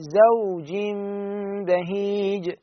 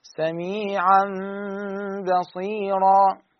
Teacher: فتقلب هذه التنوين إلى ميم وتقول زوج بهيج · Term: أقلاب